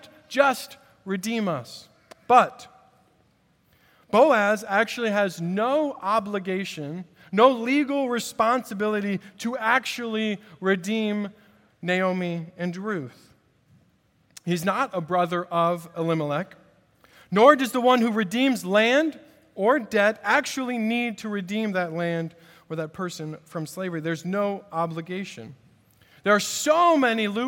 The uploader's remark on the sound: At Redeemer Presbyterian Church in Charleston, SC